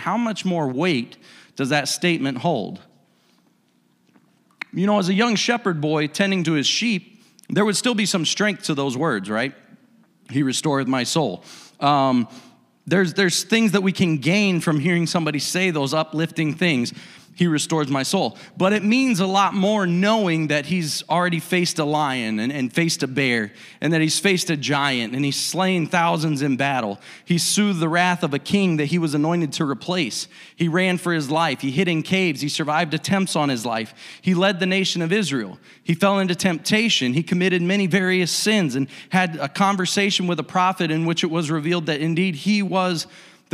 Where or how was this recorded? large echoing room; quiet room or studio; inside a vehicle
large echoing room